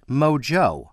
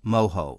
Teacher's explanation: In the Spanish, from where it comes, it is of course pronounced mojo, because the letter J is pronounced as an H · Shown in: second take